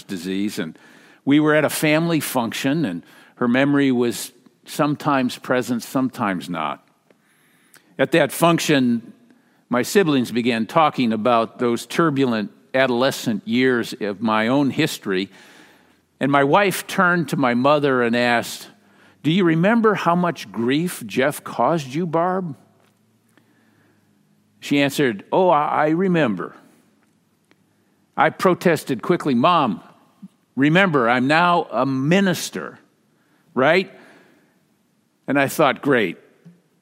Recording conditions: large echoing room